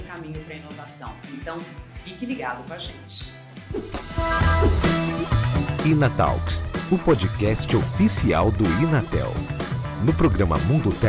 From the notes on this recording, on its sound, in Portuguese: Gravado diretamente do HackTown , um dos maiores festivais de inovação da América Latina. Confira o primeiro episódio gravado diretamente do HackTown , um dos maiores festivais de inovação da América Latina.